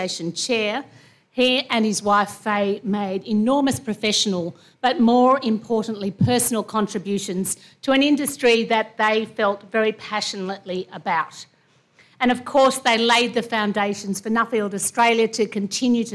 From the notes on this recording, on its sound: delivers the keynote address at the 2022 Nuffield Awards Gala dinner